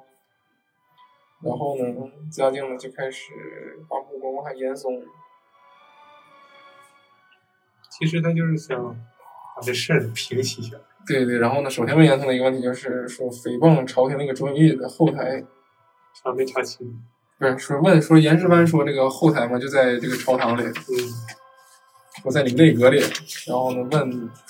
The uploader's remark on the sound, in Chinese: 另外，这是我们第一次在现场录制节目，周边环境静音可能不够理想，所以后期降噪有些用力过猛，大家敬请谅解